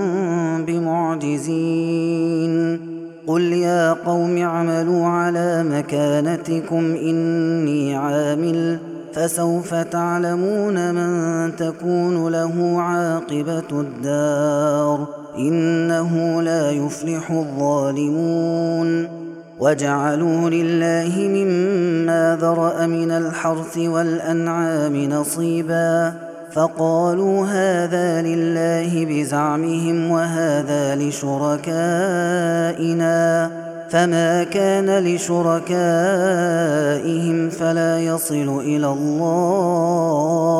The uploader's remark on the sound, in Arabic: هذا التسجيل من صلاة التراويح. Ramadan 2021.